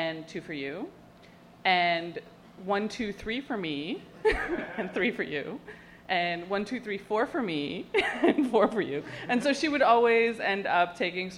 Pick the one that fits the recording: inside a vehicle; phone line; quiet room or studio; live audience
live audience